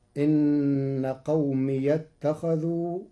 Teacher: بفتح ياء الإضافة وصلا في كلمة قومي فتصير: إن قومي اتخذوا في لغة بعض العرب.